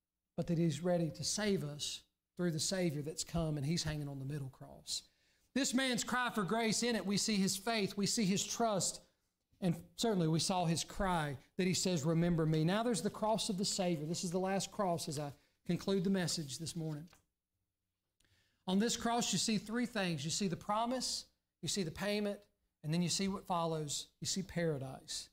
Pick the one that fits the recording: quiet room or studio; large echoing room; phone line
large echoing room